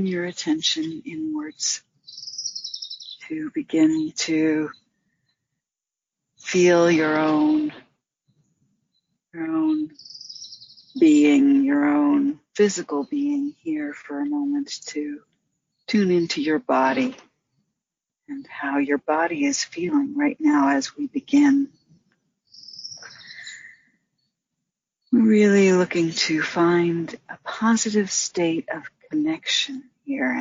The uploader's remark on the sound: In this guided meditation led from the outdoor setting of majestic redwoods outside of Santa Cruz, California.